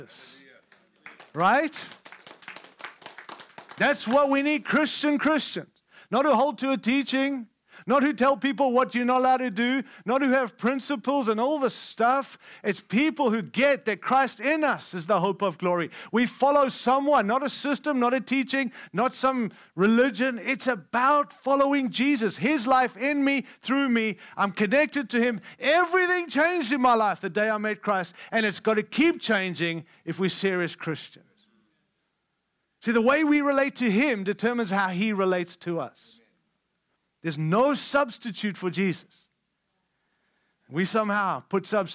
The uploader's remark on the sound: Following Jesus Conference – Friday Night – Session 1